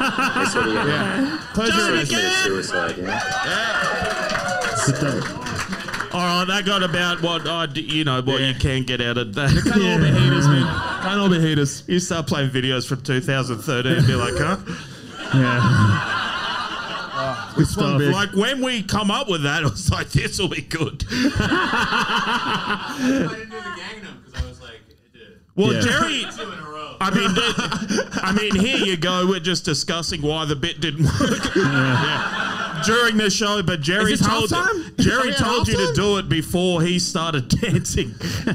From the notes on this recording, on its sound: The second half of our Melbourne Live show